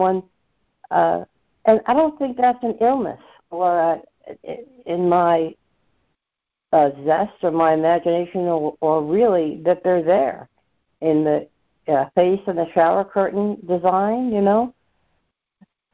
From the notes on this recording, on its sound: ACIM Daily Conference Call.